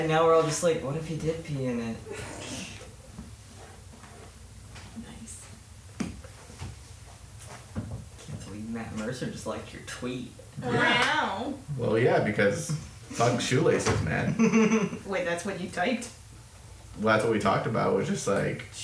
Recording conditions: background noise